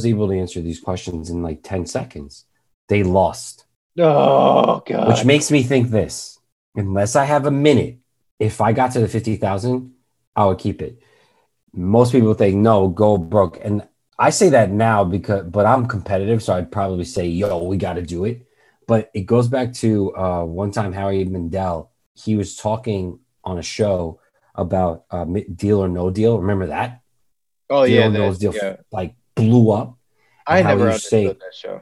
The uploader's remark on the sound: We recorded this on February 15th, 2021, on Zoom so there are some small sound discrepancies